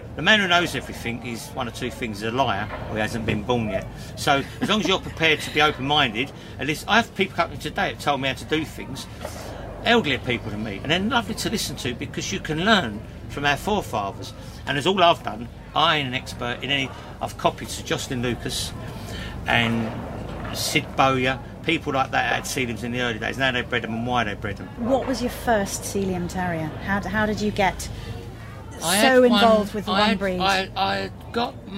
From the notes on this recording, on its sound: Recorded at the Game Fair 2023 at Ragley Hall